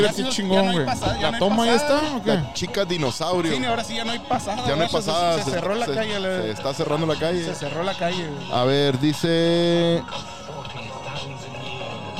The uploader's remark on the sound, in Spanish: Cotorreo en vivo al aire libre en la fecha de Halloween regalando ducles a los niños.